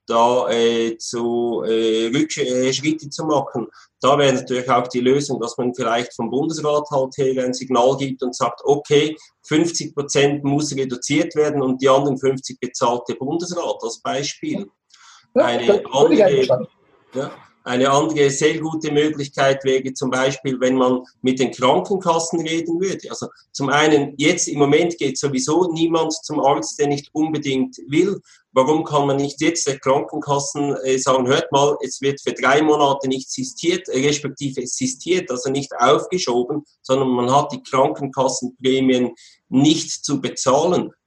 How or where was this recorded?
video call